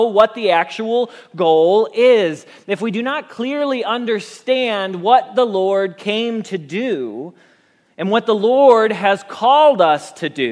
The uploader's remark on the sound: Message Preached at Valley Creek Church